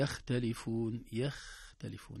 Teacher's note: الخاء إذا سكنت ينظر لما قبلها، قبلها الفتح ترتفع رتبتها، قبلها الضم تتوسط رتبتها، قبلها الكسر تنزل رتبتها، إذن هي في التفخيم والترقيق، في التفخيم والترقيق.